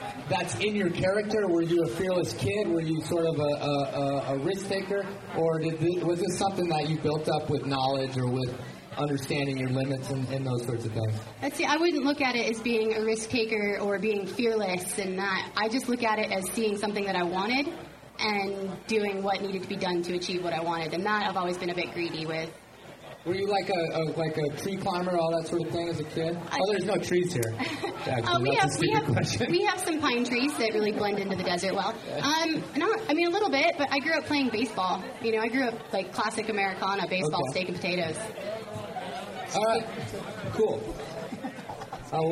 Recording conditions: live audience